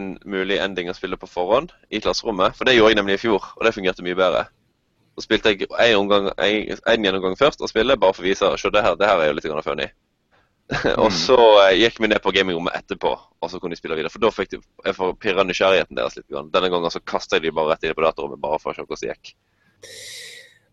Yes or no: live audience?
no